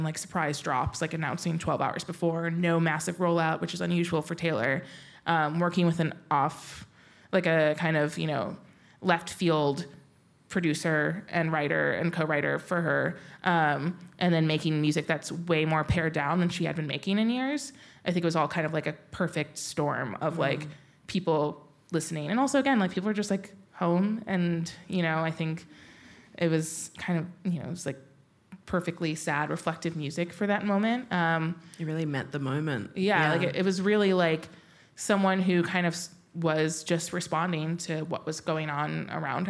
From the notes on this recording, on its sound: This event was recorded on Tuesday 13 February 2024 at The Wheeler Centre.